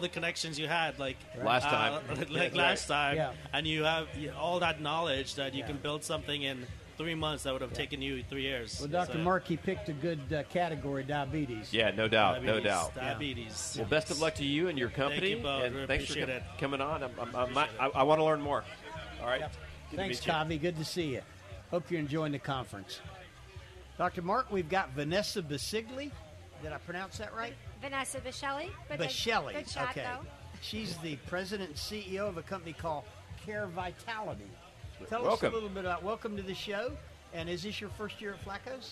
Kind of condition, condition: setting, busy venue